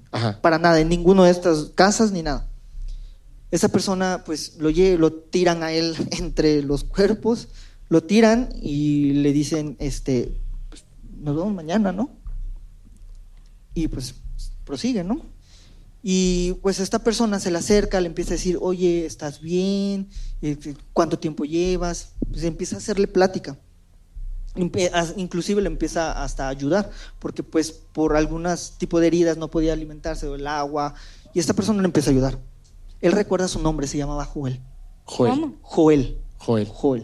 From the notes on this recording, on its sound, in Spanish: nuestro primer evento en vivo en Spotify